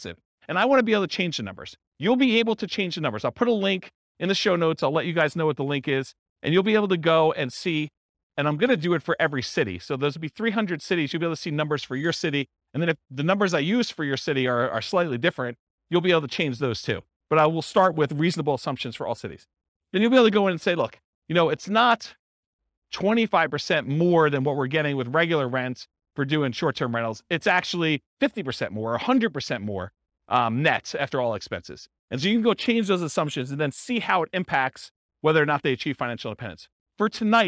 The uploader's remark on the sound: This was a live class recorded